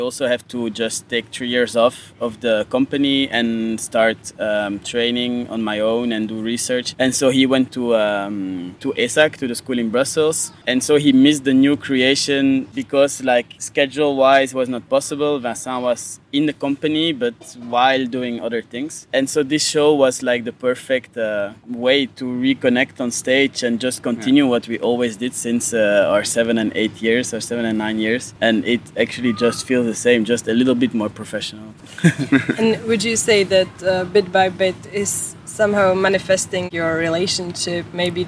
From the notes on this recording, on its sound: I talked with both brothers after their Czech premiere at Letní letná just in front of their small tent in the heart of festival.